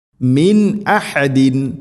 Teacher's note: സാക്കിന നൂന് ശേഷം ഹംസ വെളിവാക്കണം ഇവിടെ. മാത്രമല്ല മിൻ അഹദിൻ എന്നല്ല പറയേണ്ടത്, മിൻ അഹദിൻ ഹ ശ്രദ്ധിക്കണം.